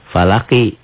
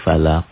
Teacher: Dalam tulisan tetap barisnya kasroh di sini tuh. Falaki, tapi dihentikan jadi falaq · Term: qalqalah kubro